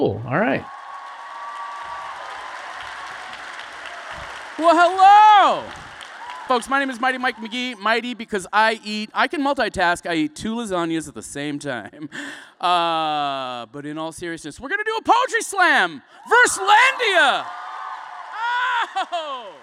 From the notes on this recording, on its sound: including live performances